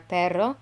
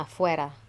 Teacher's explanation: differentiating between the sound of a rolled R, perro, versus the single R sound afuera